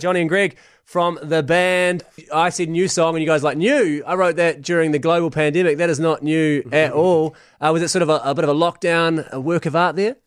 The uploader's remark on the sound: called in for a chat